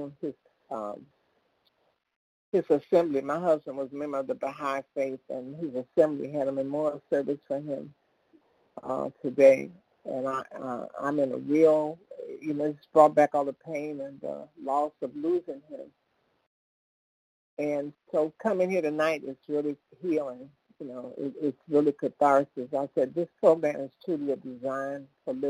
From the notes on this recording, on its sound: from the 100 Pounders Phone Meeting